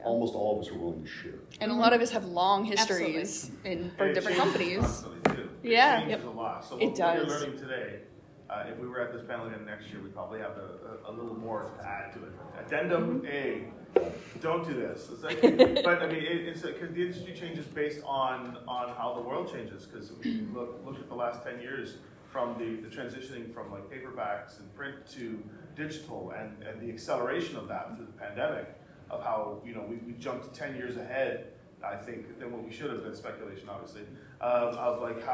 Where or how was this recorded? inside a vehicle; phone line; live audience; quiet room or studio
live audience